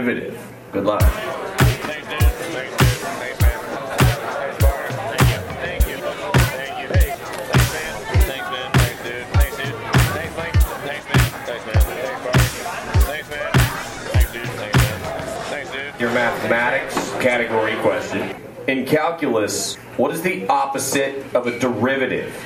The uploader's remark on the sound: Recording from game at Brickside Bar and Grille, Bridgeport WV, Jan 9, 2021.